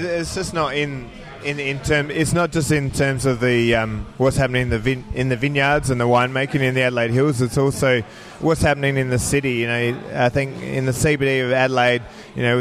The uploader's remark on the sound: While in Adelaide. At the blazing hot African restaurant Africola and recorded an episode.